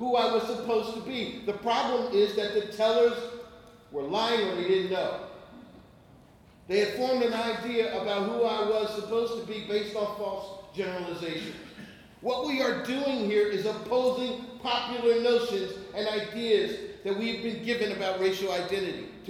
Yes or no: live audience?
yes